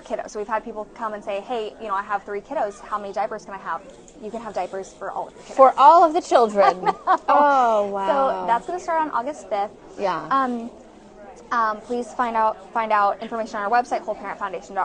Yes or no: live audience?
yes